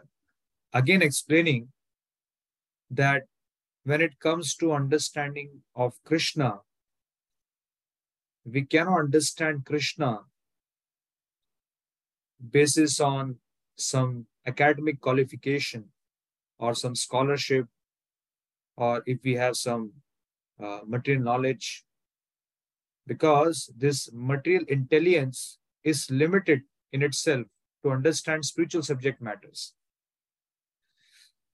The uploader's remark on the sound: Zoom Recorded Class